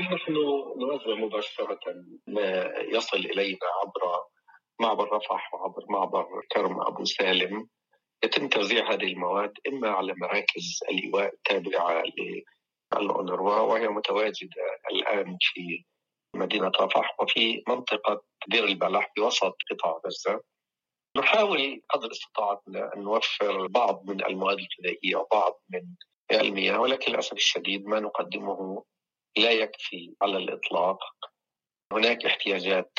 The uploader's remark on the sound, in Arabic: في اتصال هاتفي مع أخبار الأمم المتحدة من رفح